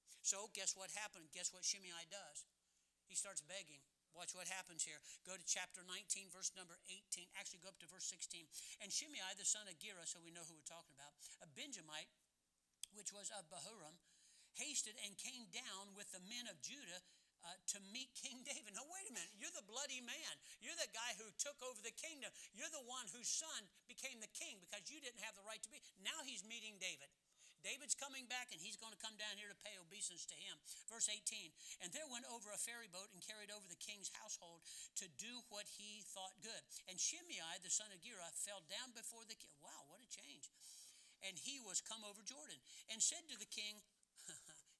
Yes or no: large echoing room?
yes